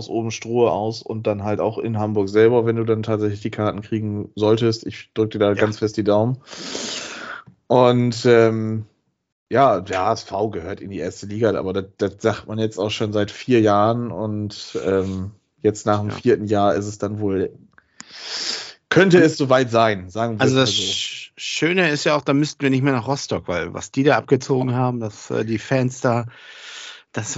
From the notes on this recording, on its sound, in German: Aufgezeichnet am 16.05.2022 via Skype